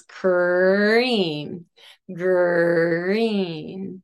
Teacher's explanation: First, the K and G. You have the lips retracted and you also have the tongue pulled back because they're velar sounds.